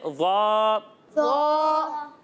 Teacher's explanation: ٹھیک ہے، وا اور ذال میں سیٹی کی آواز نہیں آئے گی، زا میں سیٹی کی آواز آئے گی، لیکن ان دونوں میں بھی ایک فرق ہے۔ وہ فرق یہ ہے کہ ضا کو ہم پر پڑھتے ہیں، کیونکہ ضا حروف مستعلیہ میں سے ہے